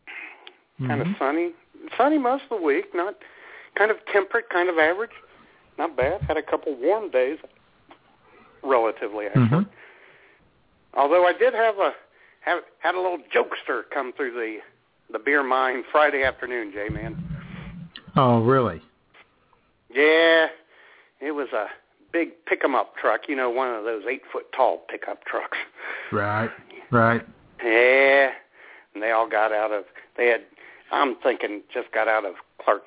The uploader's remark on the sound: take your phone calls